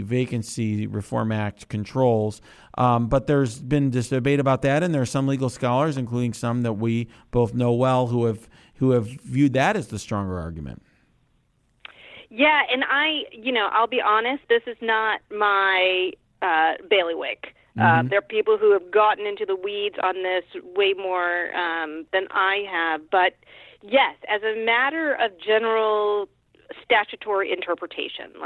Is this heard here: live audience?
no